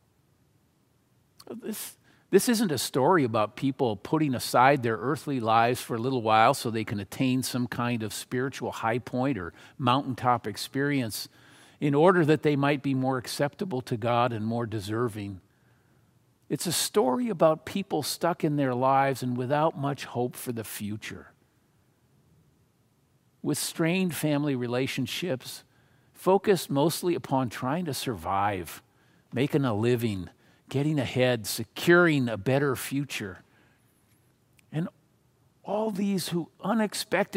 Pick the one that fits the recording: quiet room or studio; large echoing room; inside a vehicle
large echoing room